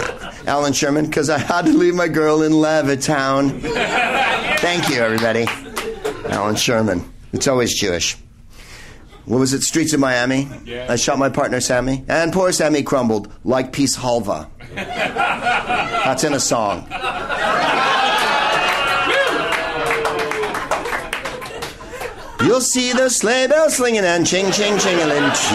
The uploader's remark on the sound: Live from Bar Lubitsch in LA